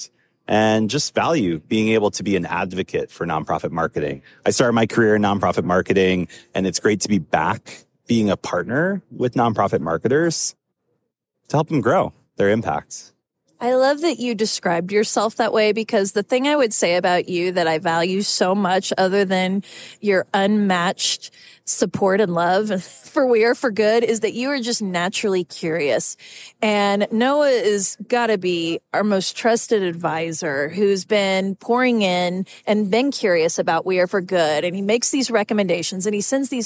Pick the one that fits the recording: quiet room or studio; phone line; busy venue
busy venue